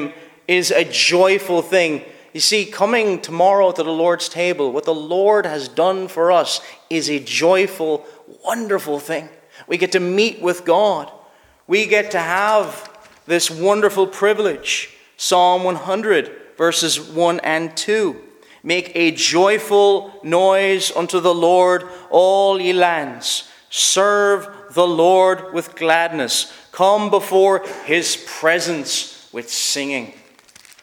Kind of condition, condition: setting, large echoing room